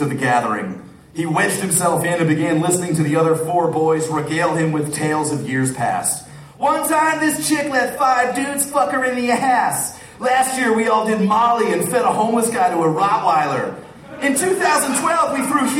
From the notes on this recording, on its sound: Recorded May, 25 2014, at the Waiting Room in Omaha as part of the Crom Comedy Fest.